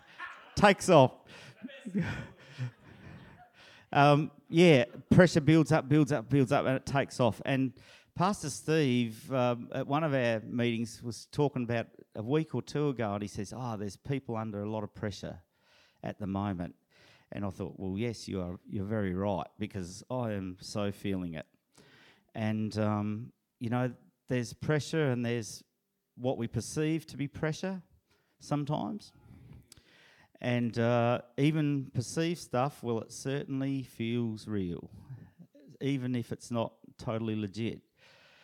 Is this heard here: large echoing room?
yes